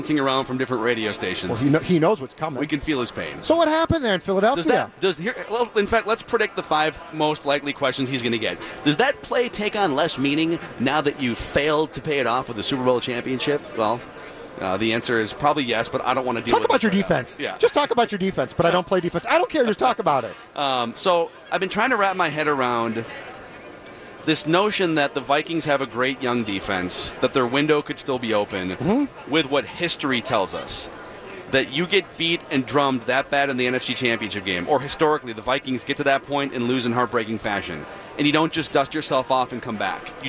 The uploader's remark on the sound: live from Radio Row all week